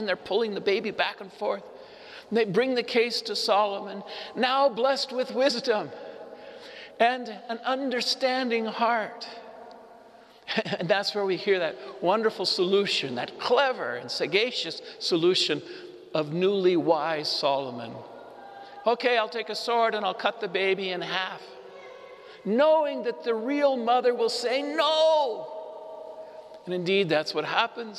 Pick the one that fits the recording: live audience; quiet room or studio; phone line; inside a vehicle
live audience